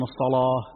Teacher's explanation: التفخيم الشديد الذي يستعمله أهل الحجاز في نحو الصلاة والزكاة فينحون بالألف نحو الواو من شدة التفخيم